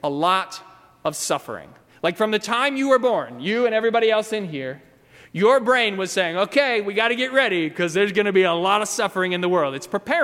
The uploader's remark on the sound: during the 10:30 AM service on Sunday October 21, 2018, at First Presbyterian Church of Arlington Heights, Illinois.